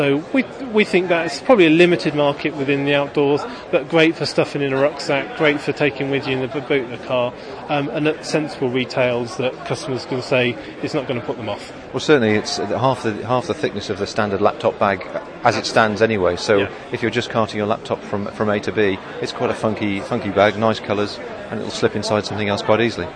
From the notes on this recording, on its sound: More interviews recorded at the 2006 Harrogate Trade Fair for the Outdoor Industry.